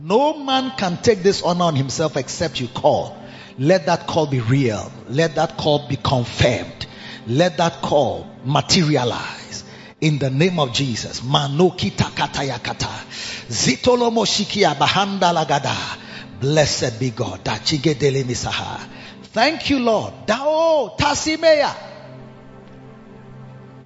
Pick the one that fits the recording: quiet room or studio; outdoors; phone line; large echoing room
large echoing room